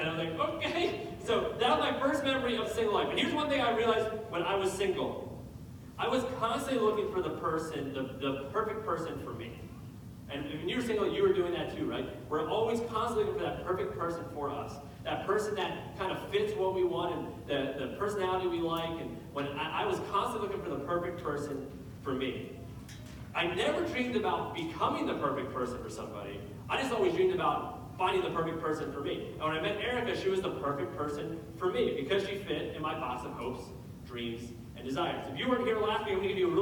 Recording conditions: poor sound quality